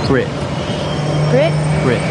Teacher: the bet vowel, B-E-T, as pronounced by New Zealanders, sounds like bit to American ears · Term: Kiwi vowels